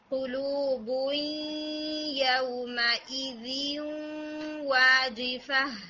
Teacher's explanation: آپ نے وی کہنے کے بعد لپس کو فارورڈ کر کے سرکل بنانا ہے تاکہ واو کا مخرج اچھا ہو سکے